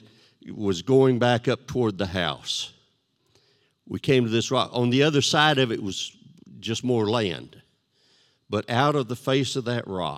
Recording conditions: large echoing room